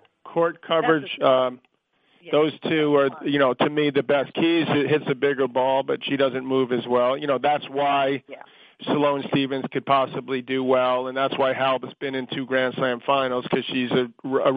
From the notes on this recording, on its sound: U.S. Open Conference Call.